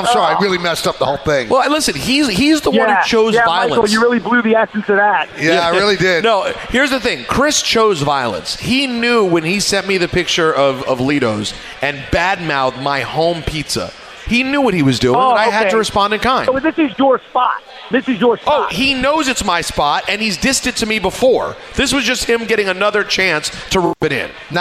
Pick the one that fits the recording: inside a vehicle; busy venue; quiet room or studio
busy venue